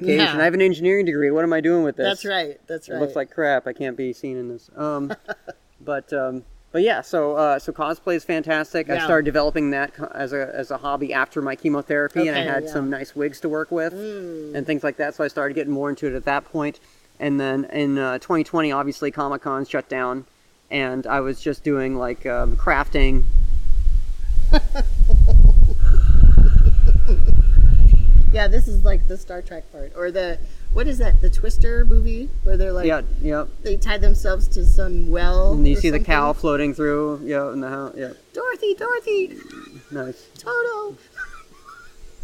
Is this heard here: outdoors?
yes